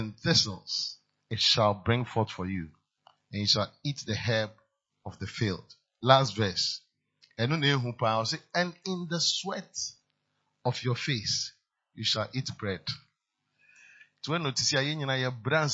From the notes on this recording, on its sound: PREACHED ON SUNDAY 26TH FEB, 2023 DURING FLOW ANOINTING SERVICE AT CAPTAIN OF SALVATION CATHEDRAL.